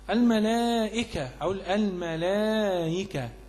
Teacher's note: وتسهل الهمزه بينها وبين حركتها. الملائكه او الملائكه، ما قلتش الملائكه، ما خليش ايه التسهيل الهاء، لا تسهل الهمزه بينها وبين حركتها.